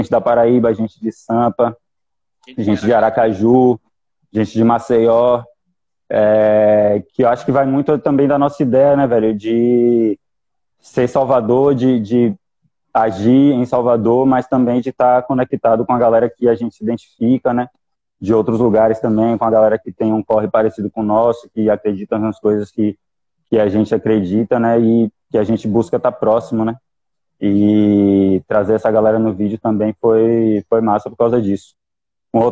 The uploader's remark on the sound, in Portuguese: Live realizada via instagram